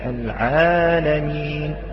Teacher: هناك من يريد أن يرقق الألف فيزيد في ترقيق الألف بحيث تصير هذه الألف بينها وبين الياء · Term: إمالة